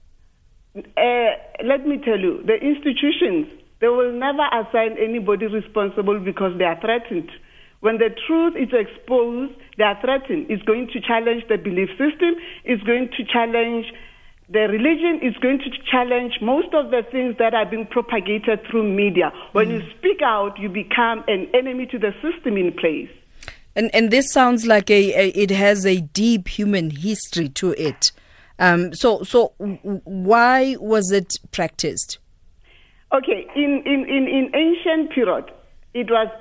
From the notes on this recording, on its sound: Guest (phone)